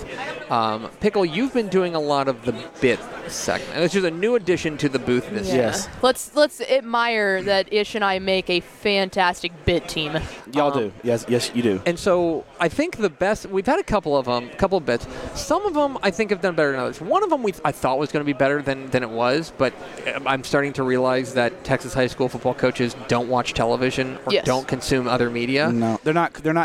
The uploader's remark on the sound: Live (on tape) from the THSCA Coaching School and Convention in San Antonio